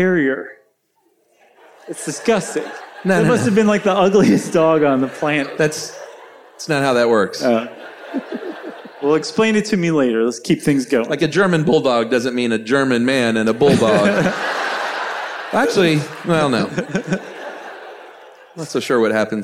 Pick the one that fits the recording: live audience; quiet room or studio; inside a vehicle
live audience